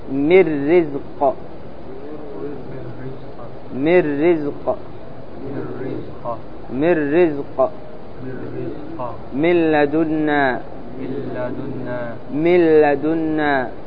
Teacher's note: إدغام بغير غنة ويسمى كاملا لذهاب الحرف وصفته، وحروفه هي اللام والراء